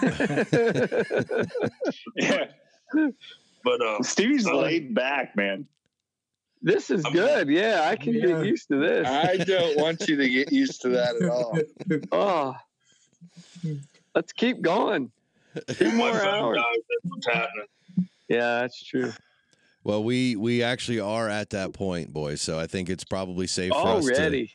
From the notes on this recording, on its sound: The crew embraces the isolation with our first attempt at a fully remote podcast through Zoom.